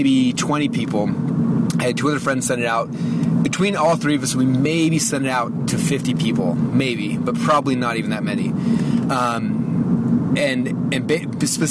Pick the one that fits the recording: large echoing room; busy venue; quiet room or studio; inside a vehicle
inside a vehicle